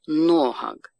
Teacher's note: Ударение падает на предпоследний слог, не на последний.